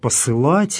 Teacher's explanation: Тем, что церковнославянский язык еще помнит о том, что здесь, в этом слове, был когда-то краткий гласный, так называемый редуцированный гласный, следы чего мы видим и сейчас в слове «посылать», вот после «с» здесь уже полный гласный звучит